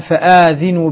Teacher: بالمد بعد الهمزة وتحريك الهمزة طبعا فآذنوا تحريك الهمزة بالفتح ذينو.